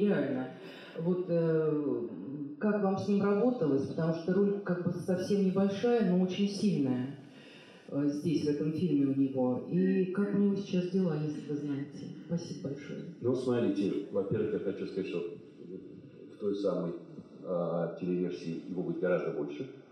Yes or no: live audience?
yes